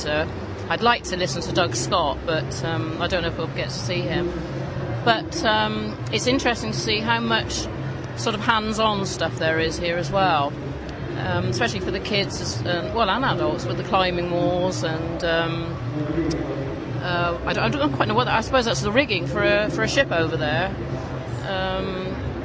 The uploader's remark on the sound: Back from 2008 OS Outdoors Show at the NEC we sample some of the atmosphere and bring you the finalists from the Alpkit Colab competition plus comments from several folks who visited the show. Give our round up thoughts at the conclusion of the event.